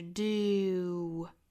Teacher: 唇形渐渐聚拢到最后的 o 的状态